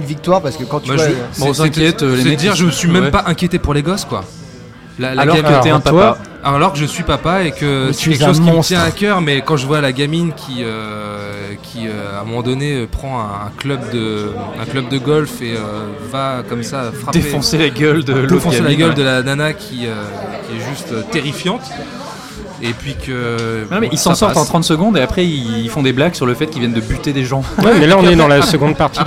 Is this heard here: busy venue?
yes